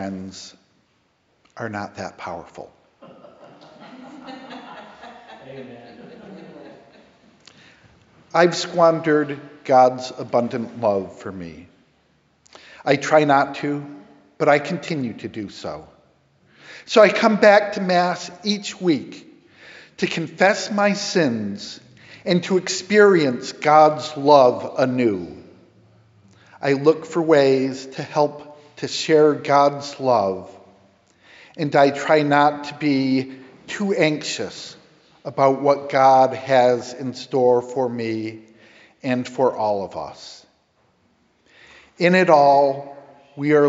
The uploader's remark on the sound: Sermon preached 9/22 at Grace Episcopal Church in Hartford, CT